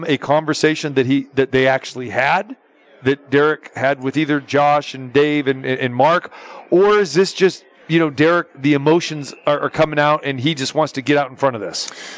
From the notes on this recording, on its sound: Live from the Superbook at the Westgate Las Vegas.